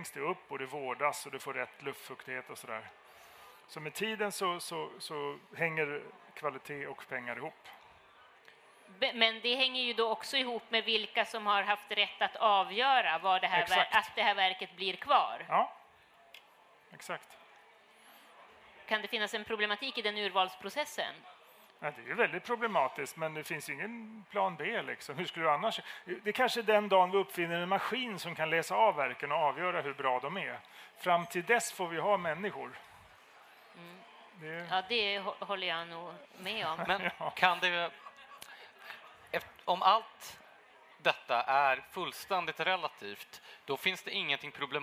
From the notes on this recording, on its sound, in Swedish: För första gången spelades Mellan Scylla och Charybdis in live inför publik, på Kulturhuset i Stockholm.